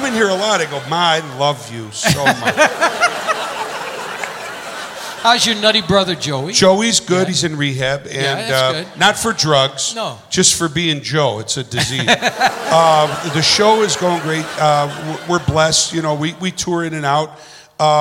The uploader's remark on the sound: Live at the South Point